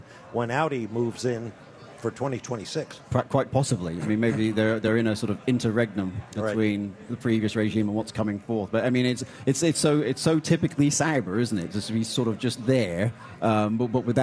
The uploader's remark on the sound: recorded live from Miami